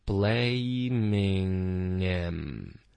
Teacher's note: blaming 的这个后鼻音跟 him 会连读过去，him 的 h 的音我们会省略